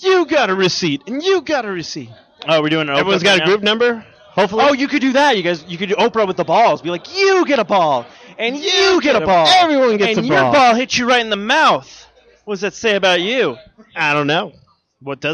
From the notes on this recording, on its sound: This week’s episode is the recording of the Live show at GameStop, Tempe Marketplace for the Midnight release of Second Son! Sony reps were out hitting people with their balls.